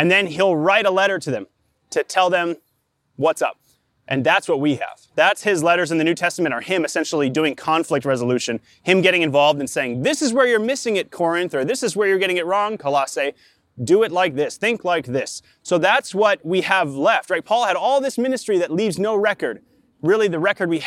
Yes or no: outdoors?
yes